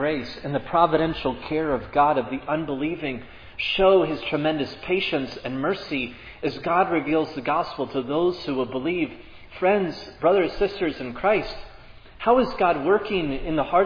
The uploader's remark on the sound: This sermon was preached at Providence Church on September 18, 2022.